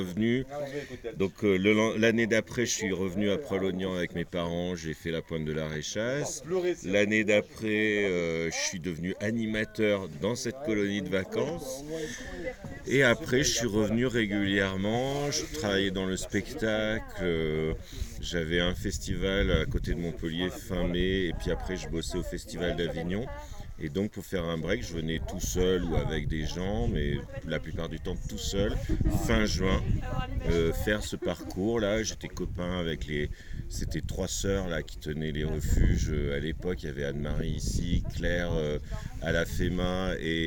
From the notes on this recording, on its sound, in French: Observations du Ciel le Jeudi 6 Juillet au Refuge de Plan du Lac à Valcenis – 60 Ans du Parc National de la Vanoise. Lors de notre événement astronomie au Refuge du Plan du Lac pour célébrer les 60 ans du Parc de la Vanoise, nous avons eu l’opportunité de réaliser des interviews inspirantes.